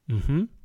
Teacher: doesn't have any glottal stop. It doesn't have any pause amidst it. You'll just have one fluid Mm-hmm.